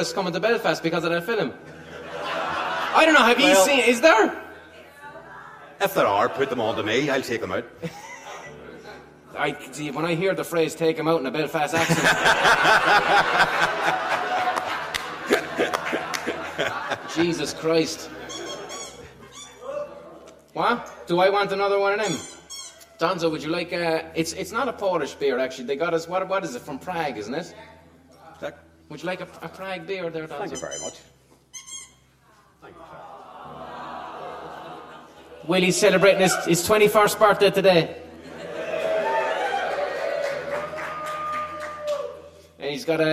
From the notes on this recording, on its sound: Live, from Duncairn arts centre Belfast.